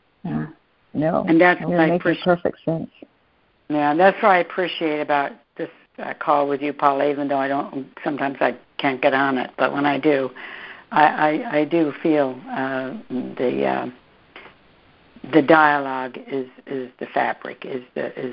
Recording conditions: phone line